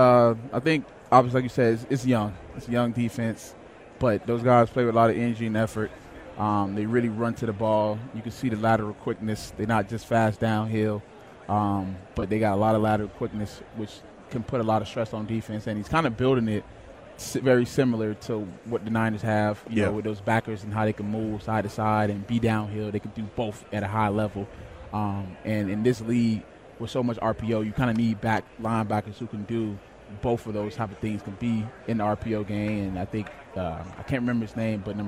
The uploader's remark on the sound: Joins THE DRIVE from Sin City. Live from radio row in Vegas.